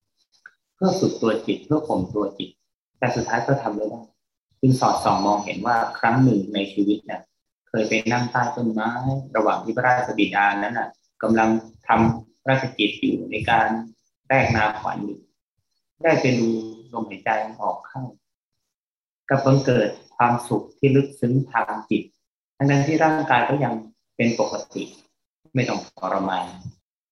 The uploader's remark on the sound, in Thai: ขออภัย คุณภาพเสียงไม่ดีนัก เนื่องจากระบบการบันทึกเสียง